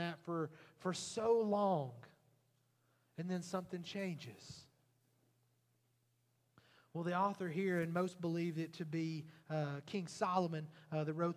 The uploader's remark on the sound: Recorded at Highland Baptist Church Molino FL